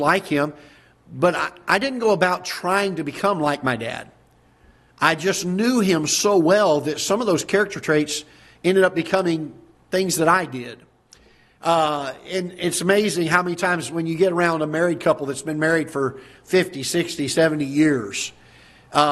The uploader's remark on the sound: Ketha Heights Baptist Church ~ Live Broadcast